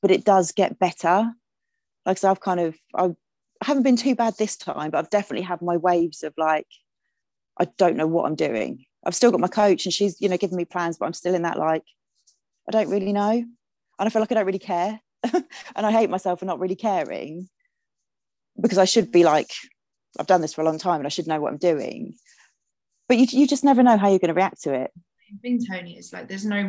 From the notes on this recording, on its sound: This episode started life as a webinar I delivered to some incredible women on the topic of post show.